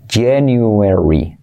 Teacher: es una CH, pero activando las cuerdas